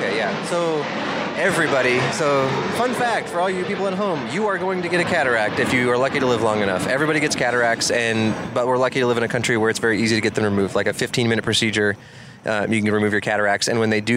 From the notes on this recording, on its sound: an outdoor fireside chat in Minneapolis